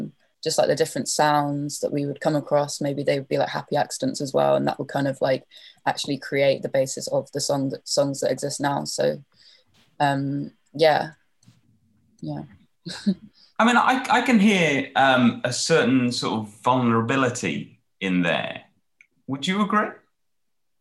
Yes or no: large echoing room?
no